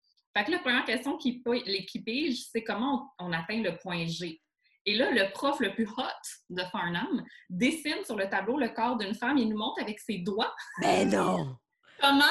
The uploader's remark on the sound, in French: La classe a eu lieue sur Zoom.